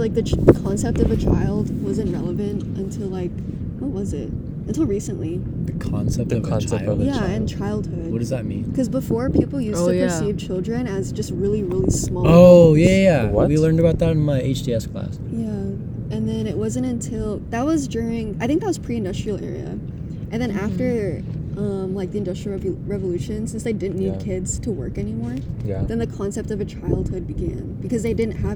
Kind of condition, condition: setting, outdoors